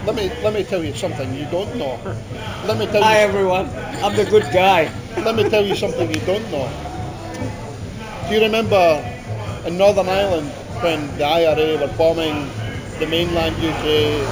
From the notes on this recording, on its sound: I am recording at the bar